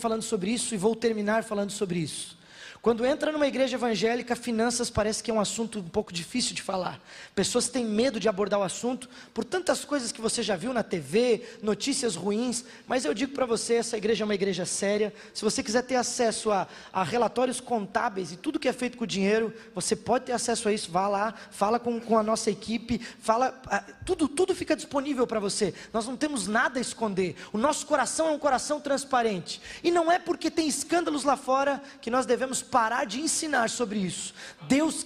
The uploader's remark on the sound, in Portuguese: na Igreja ABA Bumenau (Transmitido ao vivo)